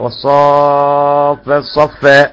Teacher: والروم بالاختلاس او بعض الحركة